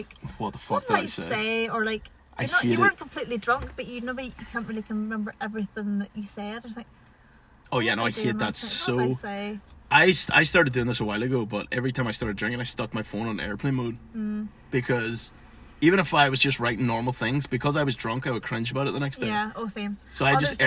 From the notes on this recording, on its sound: joins me for a pod record in his car